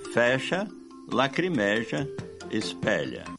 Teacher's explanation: parece haver uma tendência a pronunciar, no linguajar coloquial, com timbre aberto.